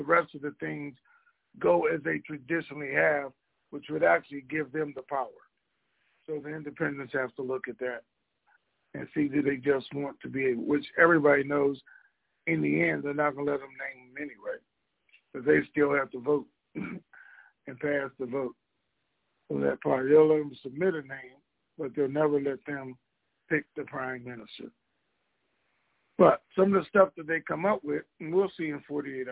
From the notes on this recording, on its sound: Conference Call